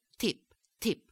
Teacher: Now, these are sometimes called the Italian dentals, because right along with the resonance and the rhythm, the tongue is going to thrust and hit on the teeth, lower down on the teeth instead of on the gum ridge. So you have a bit of a more dental T. So instead of tip, you get tip, tip.